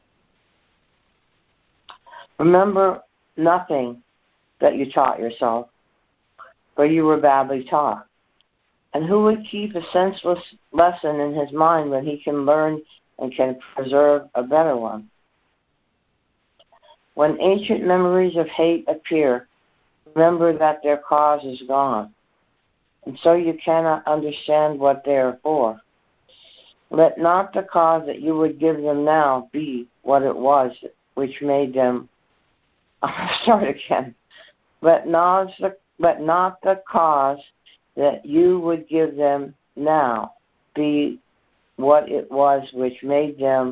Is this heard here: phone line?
yes